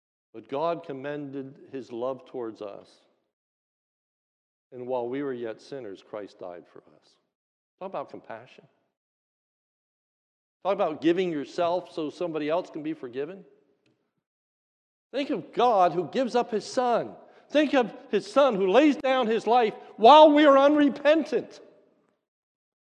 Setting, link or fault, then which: setting, large echoing room